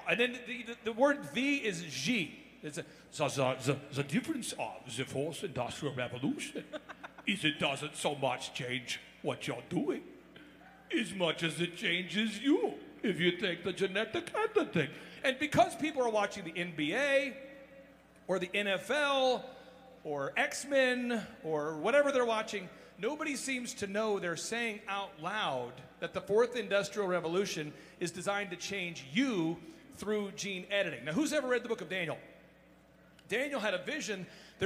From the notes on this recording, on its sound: ReAwaken America Tour Special. Here is the segment that I had on stage with him and a cool montage of all the amazing people I met and experience I had in las Vegas at the Reawaken America Tour!